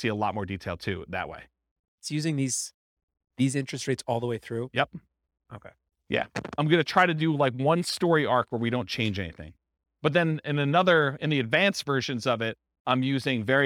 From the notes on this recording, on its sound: This was a live class recorded